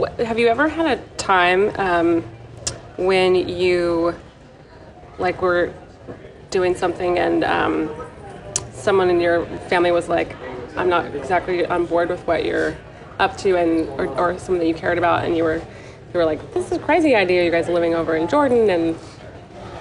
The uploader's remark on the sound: from the conference halls of TravelCon 2018 in Austin, TX